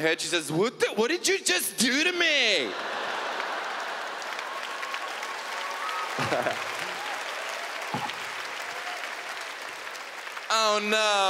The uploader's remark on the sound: This stand up performance. Took place at the Just for Laughs Festival in Montreal, Quebec, in 2012.